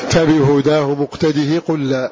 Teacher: وقرأ ابن عامر بتحريك الهاء بالكسر وصلا أيضا